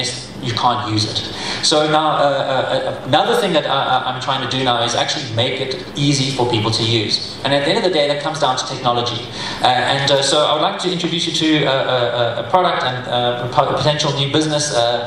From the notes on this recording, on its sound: Speaking at the first Steemit Saturday conference in Johannesburg, South Africa - October 2016.